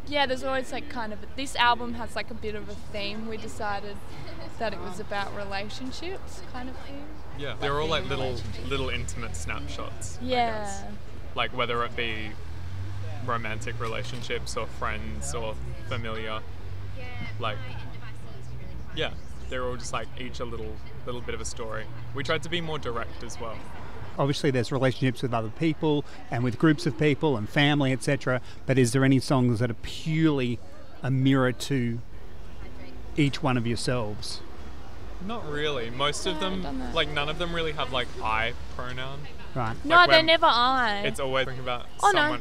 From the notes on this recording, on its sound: Whilst in Adelaide. Had a chat at Peter Rabbit in the heart of the City prior to that night's show.